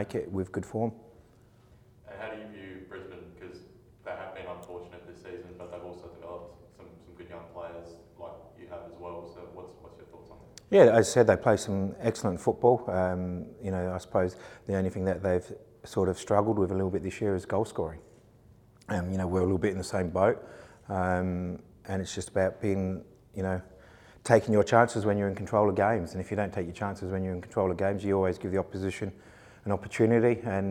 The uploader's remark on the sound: Pre-Match Press Conference